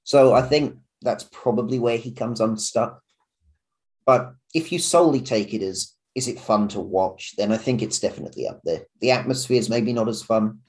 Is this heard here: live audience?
no